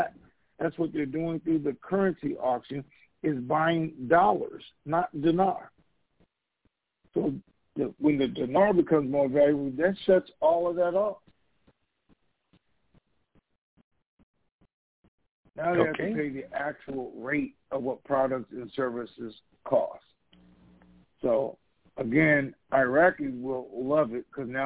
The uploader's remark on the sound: TNTSuperfantastic Conference Call